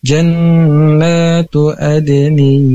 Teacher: harusnya dipanjangkan dua harokat karena ada patah berdiri. Atau sebutnya juga mad badal.